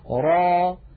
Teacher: نمدها بمقدار حركتين ونحرص ألا نخرج في آخرها همزة · Term: مد طبيعي